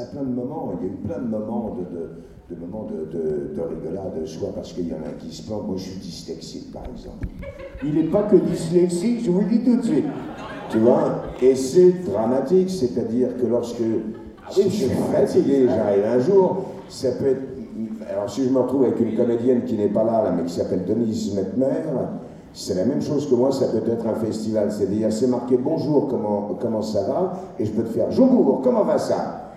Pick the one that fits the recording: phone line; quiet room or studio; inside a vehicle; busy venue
busy venue